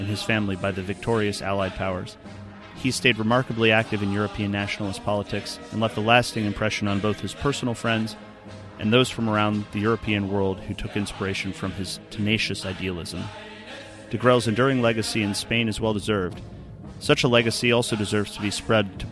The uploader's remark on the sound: a very special live broadcast from Alabama’s Southern Cultural Center